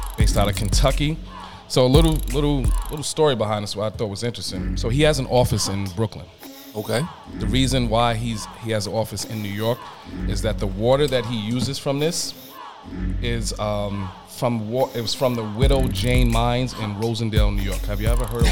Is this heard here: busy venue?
yes